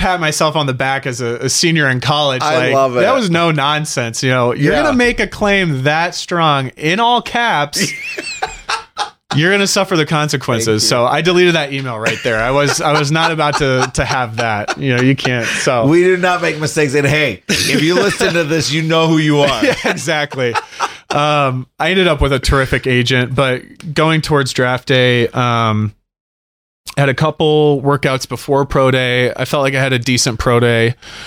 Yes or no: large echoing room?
no